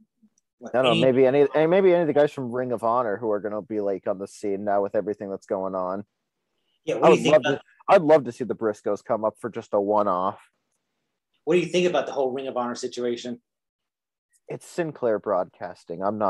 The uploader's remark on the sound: comes by the show via Zoom